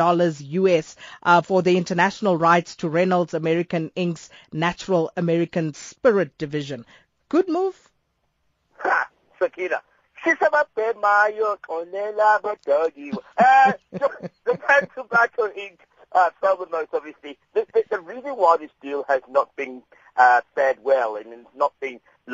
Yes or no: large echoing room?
no